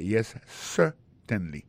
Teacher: Alors, en parlant de accent, gardez bien pour un mot certainly, accent tombé sur le premier syllabe là